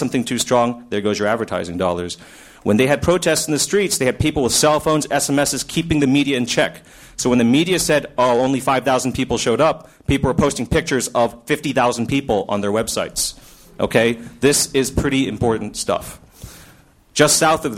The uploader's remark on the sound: From the Citizen Journalism Unconference 2006 proceedings at Harvard Law School.